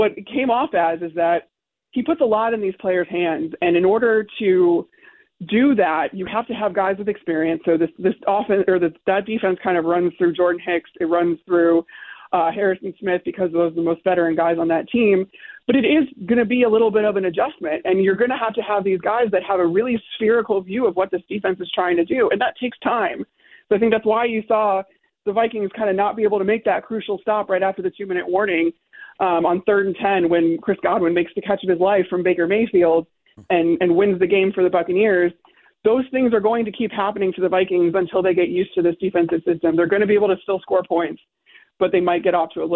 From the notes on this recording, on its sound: Opened up the phone lines to take Bears calls.